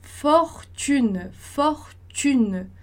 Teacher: perceba que não é só a pronúncia, mas o tom da voz ele fica mais grave também